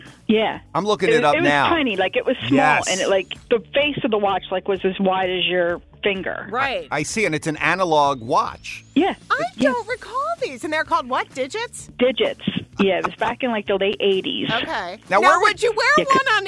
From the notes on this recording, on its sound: Listeners call in to share the ridiculous things they once wore.